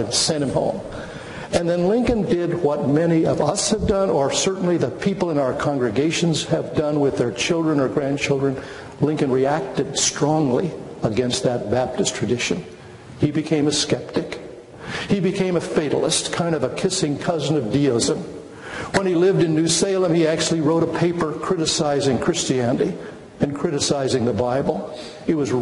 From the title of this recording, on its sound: Chapel Lecture